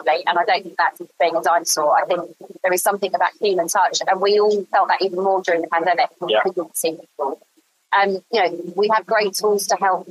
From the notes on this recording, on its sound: There’s a slight audio issue on this one that we just couldn’t work around